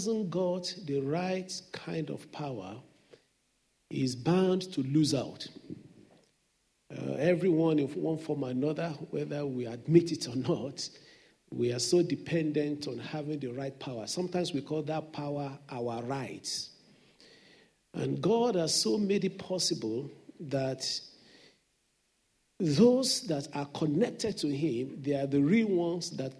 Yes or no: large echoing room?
yes